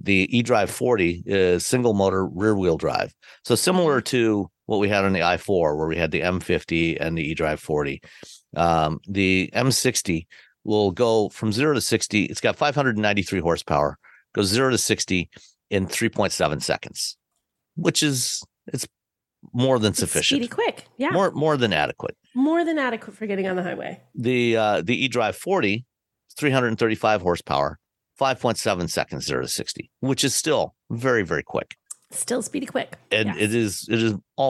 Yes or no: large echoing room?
no